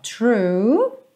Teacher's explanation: Tem esse R também enroladinho e depois tem um biquinho aí